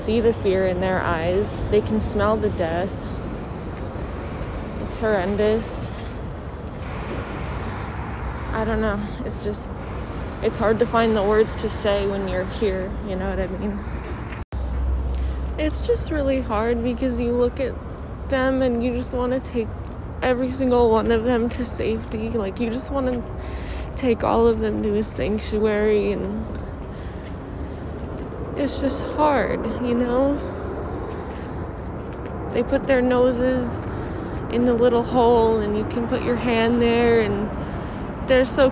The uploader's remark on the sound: This episode was literally recorded outside of a slaughterhouse.